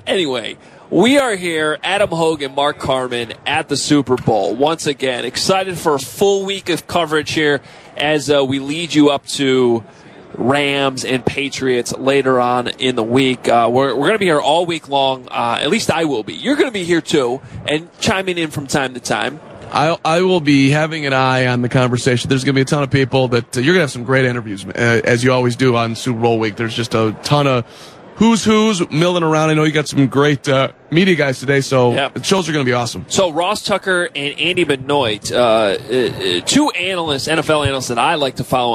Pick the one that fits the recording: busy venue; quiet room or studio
busy venue